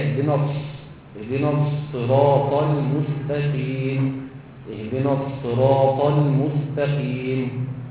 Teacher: حاول تبين الصفير اثناء ايه نطق الصاد